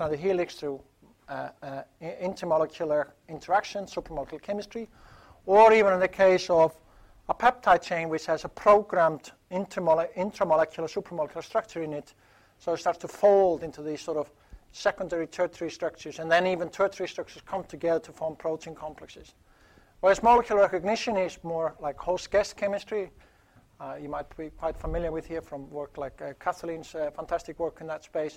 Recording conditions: large echoing room